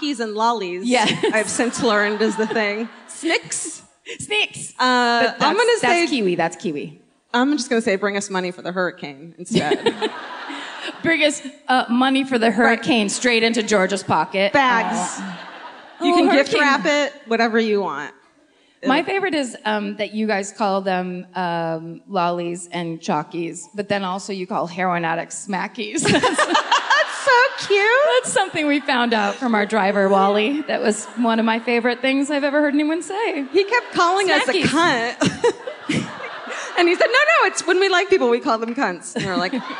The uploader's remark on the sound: Live at the Enmore Theatre